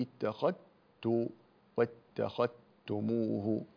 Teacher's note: ويدغم الذال في التاء في واتخذت